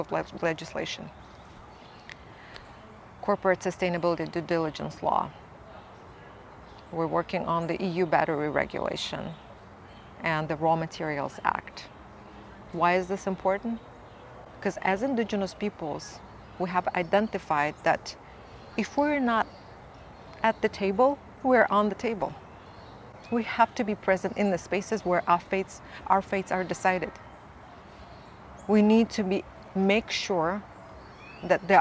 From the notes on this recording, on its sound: At the International Funders for Indigenous Peoples' Global Conference in Mexico, we videoed a very inspiring conversation